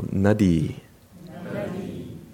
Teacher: Stress accent could even be more emphasized on the first syllable.